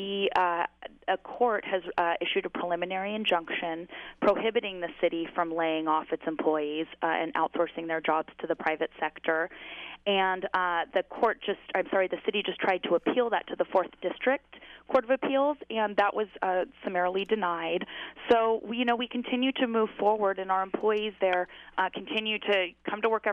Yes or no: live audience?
no